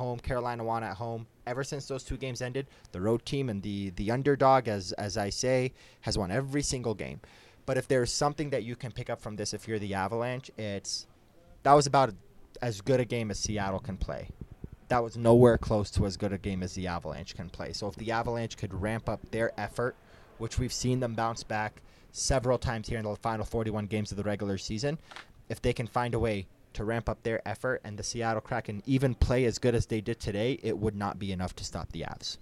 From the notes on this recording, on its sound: live from Ball Arena